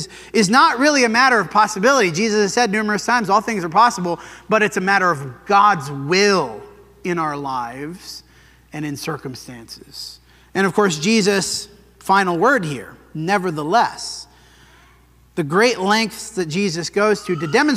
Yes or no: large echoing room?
yes